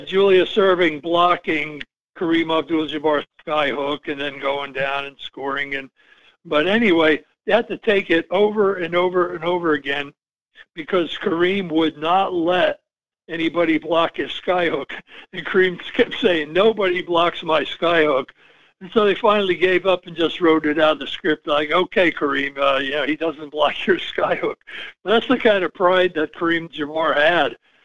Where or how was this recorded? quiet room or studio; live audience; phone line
phone line